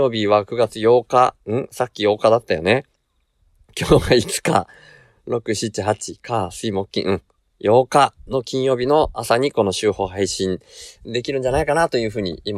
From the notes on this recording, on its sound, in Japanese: 車で下道だけで大阪行き初日～休憩中の車中で収録～。車を停めて休憩している時に収録しました。